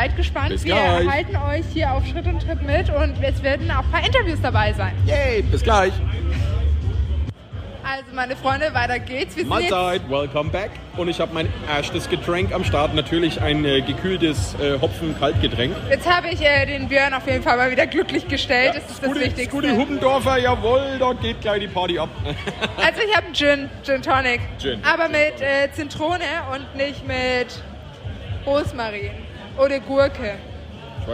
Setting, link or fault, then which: setting, busy venue